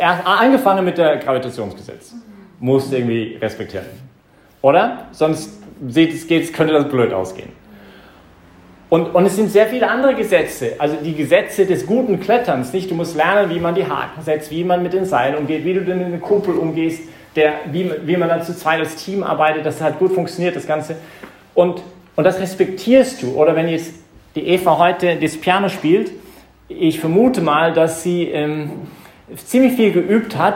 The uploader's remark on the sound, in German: Das ist die Predigt, die ich heute Abend bei der YP Messe im Zentrum Johannes Paul II.